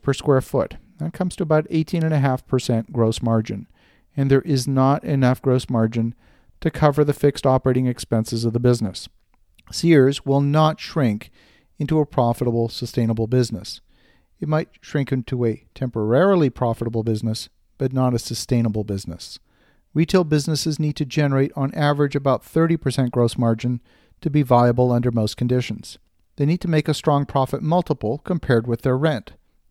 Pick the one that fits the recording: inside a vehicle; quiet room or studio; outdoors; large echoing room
quiet room or studio